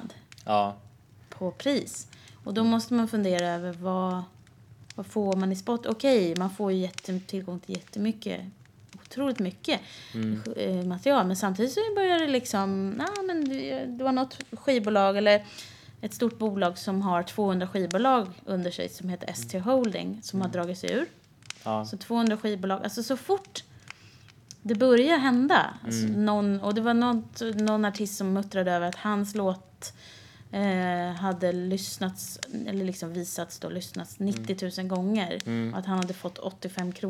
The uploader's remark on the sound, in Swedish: Brasan knastrar i bakgrunden.